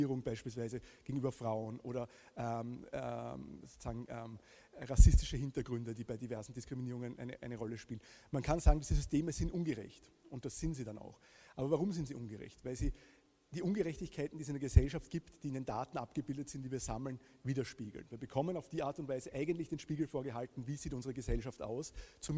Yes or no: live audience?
yes